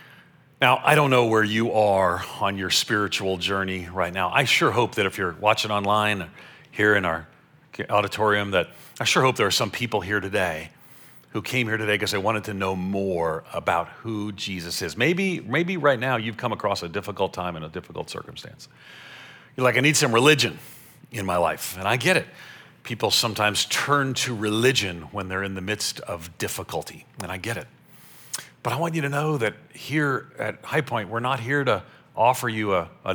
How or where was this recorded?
large echoing room